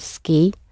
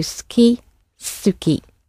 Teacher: Suki is spelt S-U-K-I. The U sound in it is hardly spoken. It can sound very squashed, as in suki, or a little bit more pronounced.